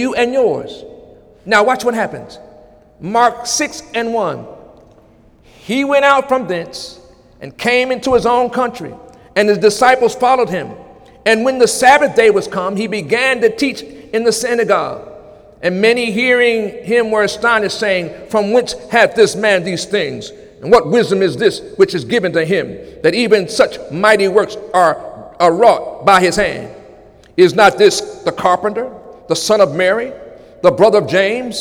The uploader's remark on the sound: During Sunday morning service on July 23, 2017